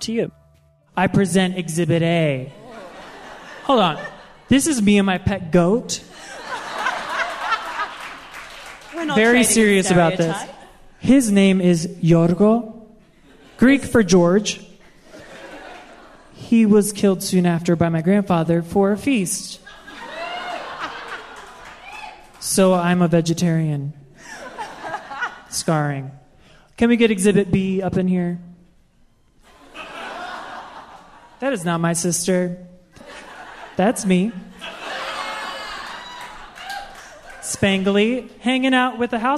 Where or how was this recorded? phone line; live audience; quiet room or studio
live audience